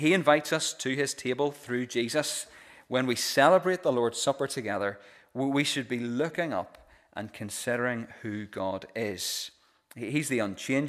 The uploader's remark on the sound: This is the recording of the Bible reading and sermon from our pre-communion service